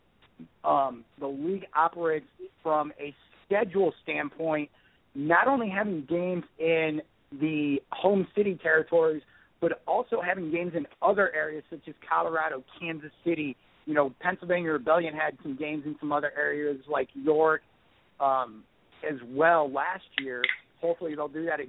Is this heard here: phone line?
yes